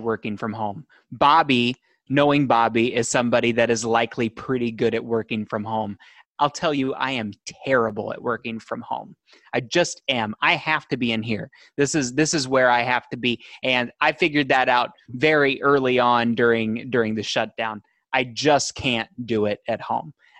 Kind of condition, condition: link, video call